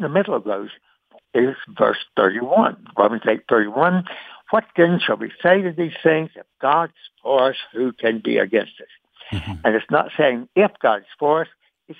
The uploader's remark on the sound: Today's Phone Guest